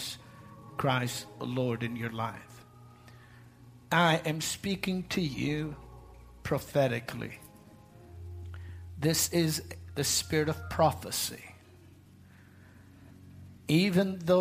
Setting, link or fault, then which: setting, large echoing room